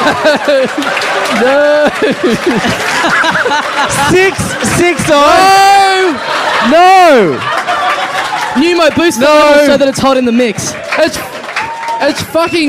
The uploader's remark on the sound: Recorded LIVE at the European Bier Cafe